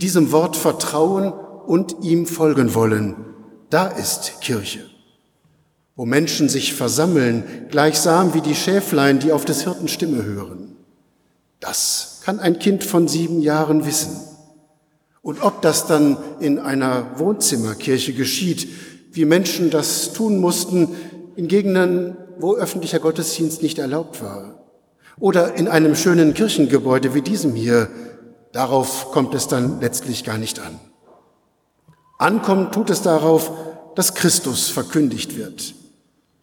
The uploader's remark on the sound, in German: Predigt-im-Festgottesdienst-300-Jahre-lutherische-Gemeinde-Detmold.